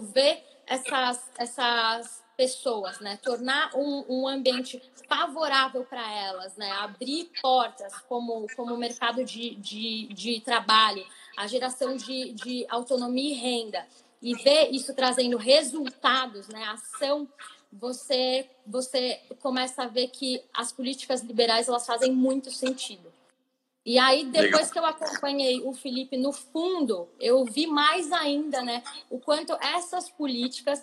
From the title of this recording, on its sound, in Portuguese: Live no Instagram